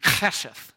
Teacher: you got to say it from the guttural, kind of like you're hawking a loogie.